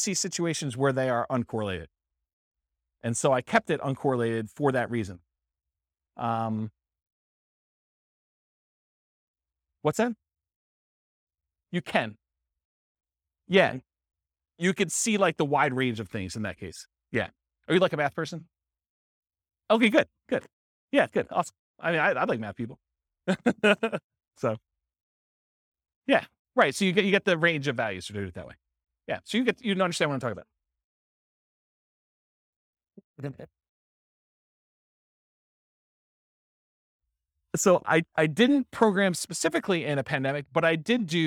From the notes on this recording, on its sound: This was a live class recorded